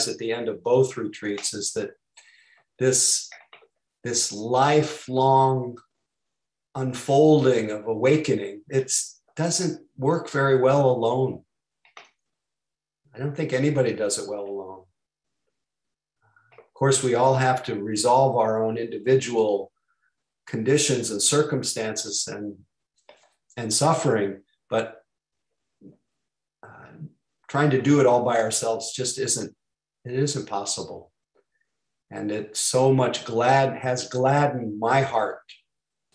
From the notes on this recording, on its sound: (Mission Dharma) Recorded Zoom Session.